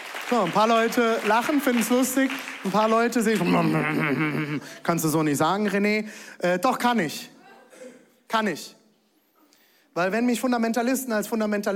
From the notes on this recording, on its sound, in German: Zeal Church Leipzig. Audiomitschnitt der Predigt.